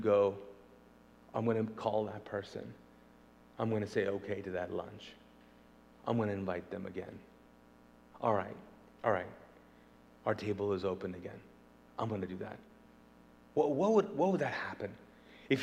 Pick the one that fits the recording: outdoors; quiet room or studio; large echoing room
large echoing room